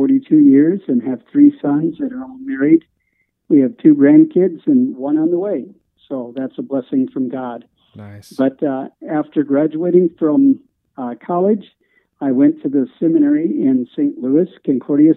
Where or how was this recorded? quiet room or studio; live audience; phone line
phone line